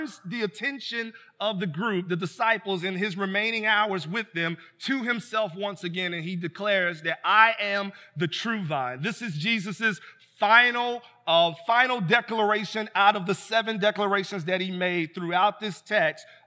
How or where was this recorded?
large echoing room